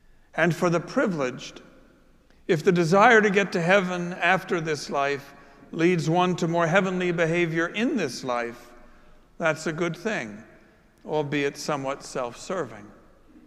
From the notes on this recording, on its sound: Preached at our celebration of Holy Eucharist on the Seventh Sunday of Easter. Following his sermon, he administered the sacrament of Confirmation.